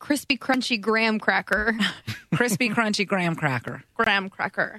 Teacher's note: she uses the back of the tongue to say the CR sound and the GR sounds instead of the front of her tongue · Term: Creamy R's